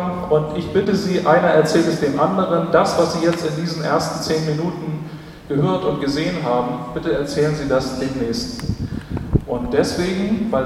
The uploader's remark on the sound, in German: Aufgrund des umfangreichen Schatzes an Mitschnitten des Bühnengeschehens und Interviews am Rande der Veranstaltung habe ich einen Zweiteiler aus diesem Event gemacht. Pauseninterviews mit Zuhörern.